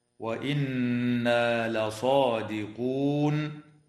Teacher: نون مشددة في كلمة وإنا، حكمها الغنة بمقدار حركتين